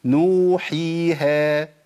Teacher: بتمد مد طبيعي. يبقى عندي الواو تمد حركتين، الياء حركتين، الالف حركتين